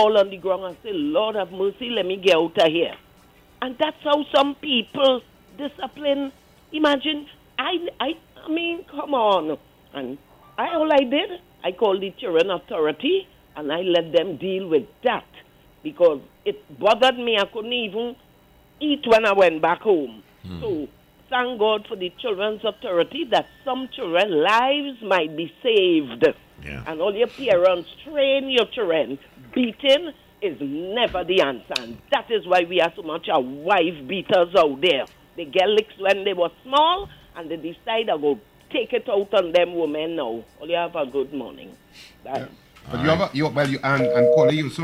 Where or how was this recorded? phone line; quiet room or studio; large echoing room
phone line